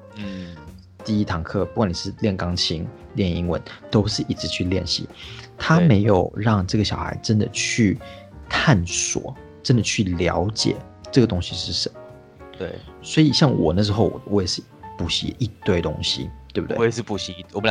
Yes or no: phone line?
no